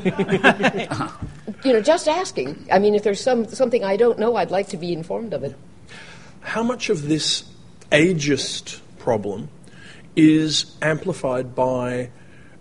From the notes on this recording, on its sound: This episode was recorded live on 6 November 2015 in from an enthusiastic audience. One of the highlights of the 2015 World Fantasy Convention in November.